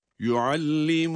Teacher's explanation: Ra'nın kendi harekesi üstün ya da ötre olsa bile duruş halinde sükuna dönüştüğünden dolayı öncesindeki harekenin etkisi altında olur ki o hareke esri olduğuna göre ra da burada ince okunur. Kalın okunmaz.